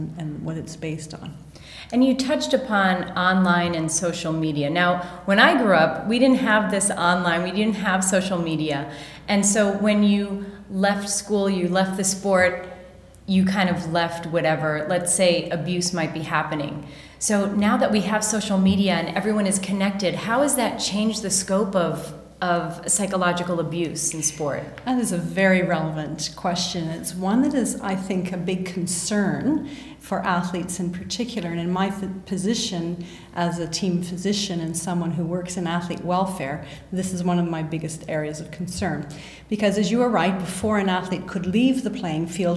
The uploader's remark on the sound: LIVE from the IOC World Conference in Monaco